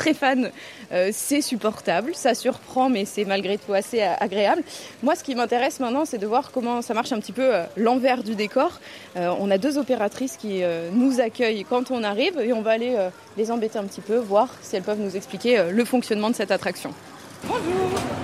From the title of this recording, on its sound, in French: En Direct de Walibi Rhône-Alpes